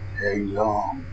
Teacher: with day vowel and stressed and nasalized long vowel. It's as well possible to use nasalized bath vowel or bowl vowel in the second syllable.